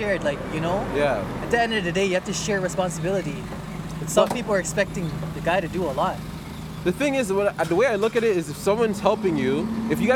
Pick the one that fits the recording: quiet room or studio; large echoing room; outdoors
outdoors